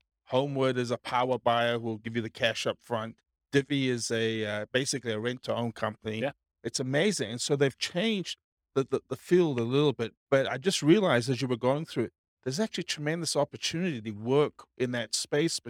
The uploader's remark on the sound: This was a live class recorded